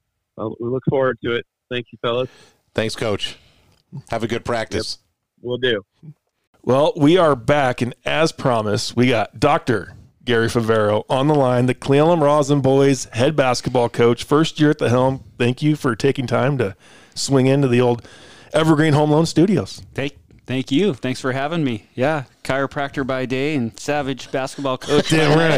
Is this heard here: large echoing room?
no